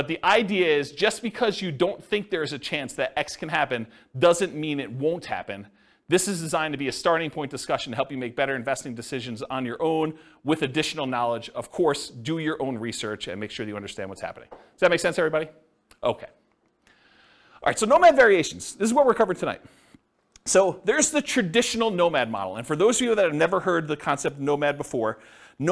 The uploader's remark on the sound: This was a live class recorded